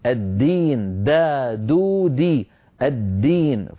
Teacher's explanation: فنبين الدالة من كلمة الدين مجهورة وليس مهموسة